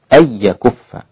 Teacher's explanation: بدون غنة في الياء والواو لخلف الإدغام يكون بدون غنة مع النون الساكنة والتنوين